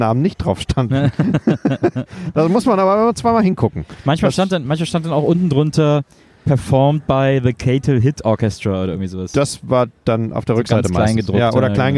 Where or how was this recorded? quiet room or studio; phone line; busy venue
busy venue